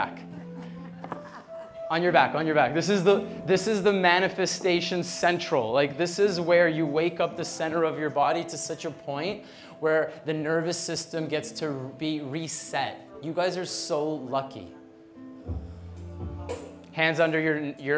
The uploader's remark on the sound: Live Music Vinyasa. Recorded live from Bali.